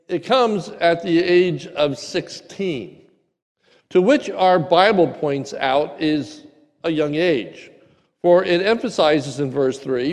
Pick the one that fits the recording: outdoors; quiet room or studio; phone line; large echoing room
large echoing room